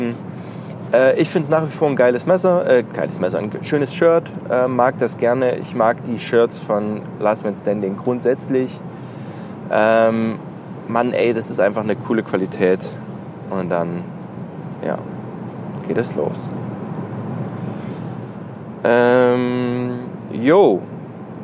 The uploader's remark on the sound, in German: Prepared! on the Road - Q&A im Auto.